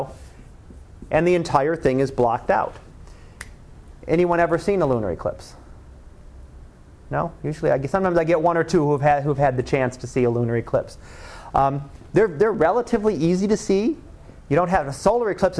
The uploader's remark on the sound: Live Class Lecture